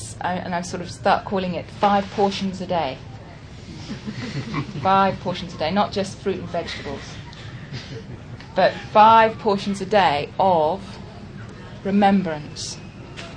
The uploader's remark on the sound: Listen for some lovely singing throughout! Talk given at the Buddhafield Festival in 2006.